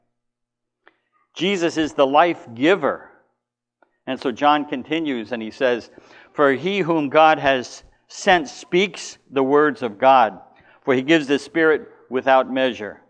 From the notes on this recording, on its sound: Recorded at the LI Spurgeon Fellowship: Doctrines of Grace Conference 2019